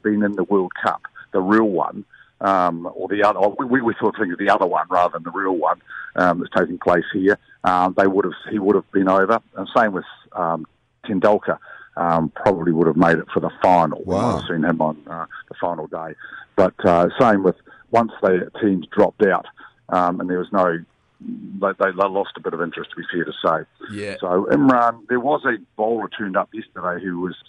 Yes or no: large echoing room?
no